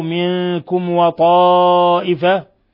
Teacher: ميم ساكنة جاء بعدها الواو منكم وطائفة إظهار شفوي